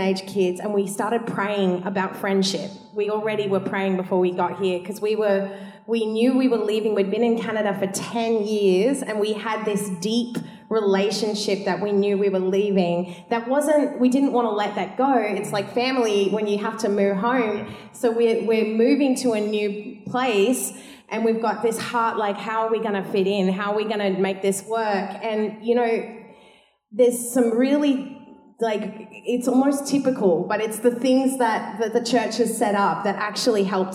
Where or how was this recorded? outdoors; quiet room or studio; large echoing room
large echoing room